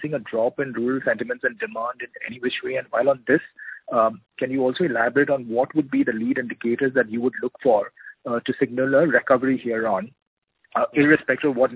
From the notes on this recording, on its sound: Results discussion/conference call